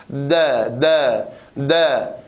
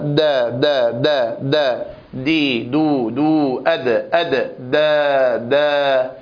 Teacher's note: وأما صفاتها فهي مجهورة شديدة مستفلة منفتحة مقلقلة في حال سكونها. فأما كونها مجهورة هذا يدلل على أن فيها اهتزازا في الأوتار الصوتية أو زمير يصحبها في خروجها من مخرجها · دا دا دا، هذه الرنة يقال لها جهر